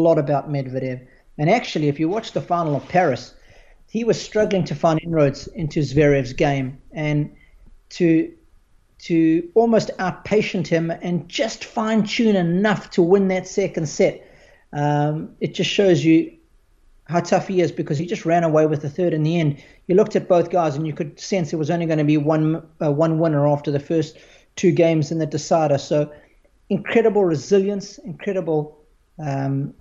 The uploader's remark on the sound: stopped by on Skype